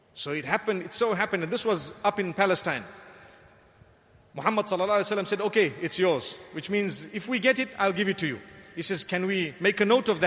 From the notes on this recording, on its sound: Delivered at Tuanku Mizan Zainal Abidin Musjid Ramadaan 1435